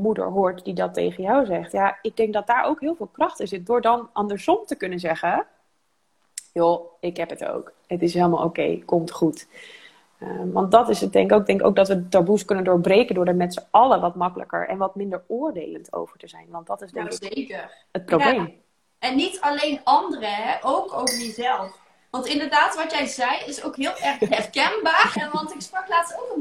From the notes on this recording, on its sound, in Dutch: Heb ik een Insta live opgenomen. Daarom hebben we van deze Insta live ook een podcast gemaakt.